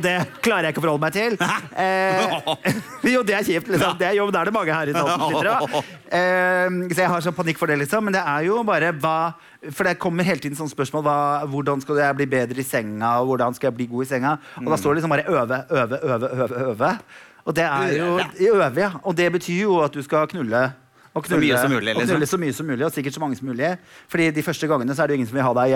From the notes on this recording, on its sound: Live fra Oslo Podfest